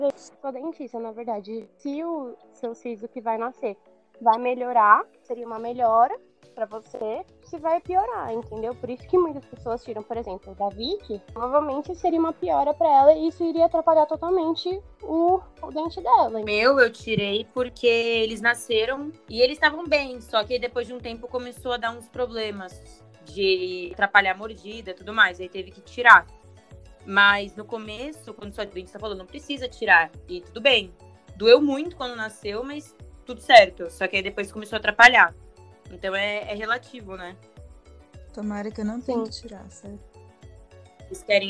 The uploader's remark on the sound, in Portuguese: O episódio de hoje sofreu algumas falhas técnicas de áudio